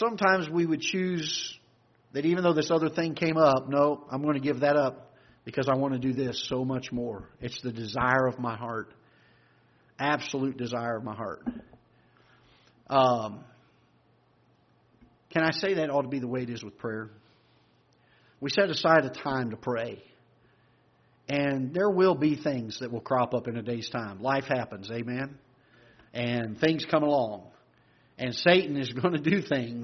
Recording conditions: large echoing room